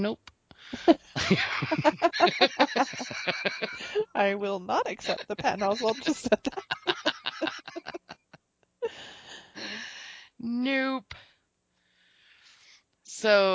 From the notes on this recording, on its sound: We also had some Mosey like audio problems, but nothing that will effect your listening too much